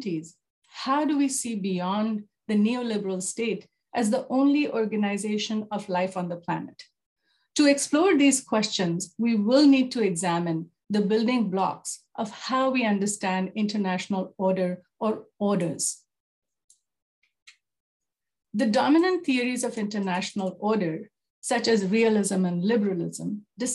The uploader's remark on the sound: Zoom and Facebook Live